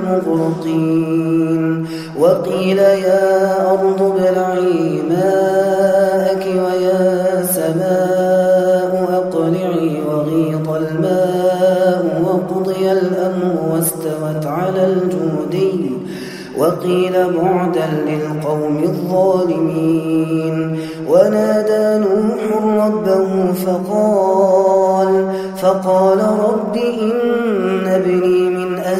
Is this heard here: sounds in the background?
no